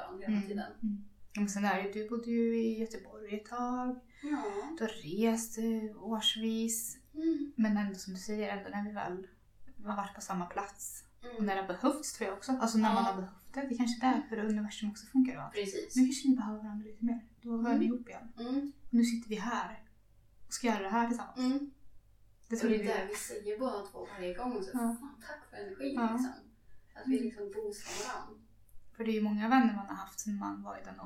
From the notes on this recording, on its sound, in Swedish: Vårt absolut första avsnitt, vi brottas med mickar och ljud vilket kanske inte blev den bästa kvalitén. På med headsetet.